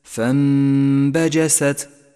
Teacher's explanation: لاحظ كيف قلبت النون الساكنة إلى ميم لأنه جاء بعدها حرف الباء تقلب النون إلى ميم وتسقط من اللفظ تماما ولذلك هي رمادية · Term: حكم الإقلاب